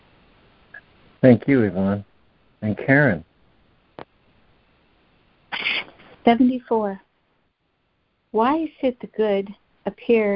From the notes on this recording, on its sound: ACIM Daily Conference Call.